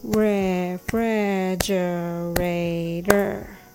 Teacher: The stress is on fridge that's why it's called fridge in short form. When you separate the word into two chunks, it might be easier to say refrigerator, refrigerator.